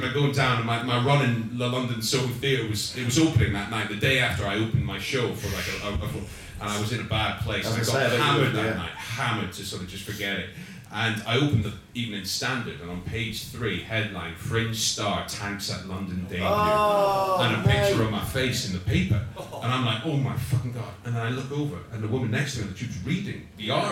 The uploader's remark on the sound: LIVE SHOW from Edinburgh. Recorded live at the 2019 Edinburgh Fringe.